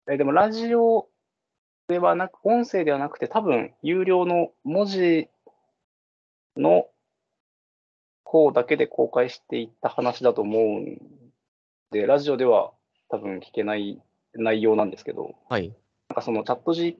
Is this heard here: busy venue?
no